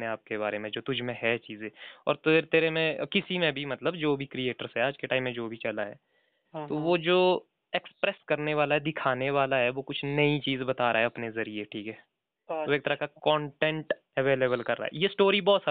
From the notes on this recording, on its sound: A phone call talk